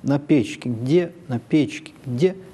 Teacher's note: перепад между словом «печки» и словом «где», он очень резкий, за счет чего мы и воспринимаем вот эти два кусочка как отдельные.